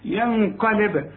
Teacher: وده الباء هي اللي بقول لك عليها قلقلها عشان تعرف ان القرآن سهل. ينقلب، بقفل شفايفي وبفتحها على طول يحصل القلقلة بتاعت الباء